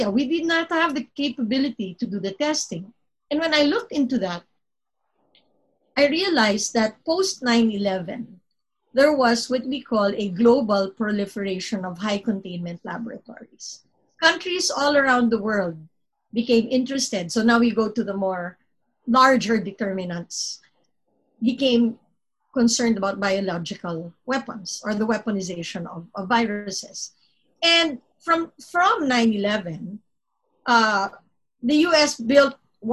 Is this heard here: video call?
yes